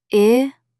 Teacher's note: Stress the middle syllable.